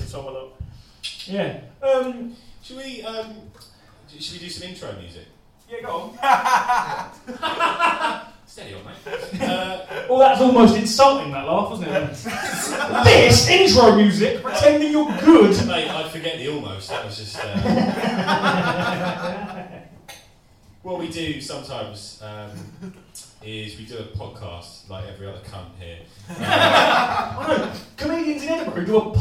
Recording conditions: poor microphone